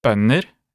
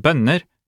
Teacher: has heavier stress on the initial letters and is a tonal type 1 · Shown in: first take · while bønder has a stress on the double N and the following ER.